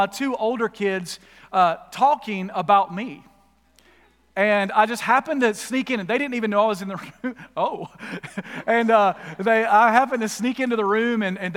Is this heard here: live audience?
yes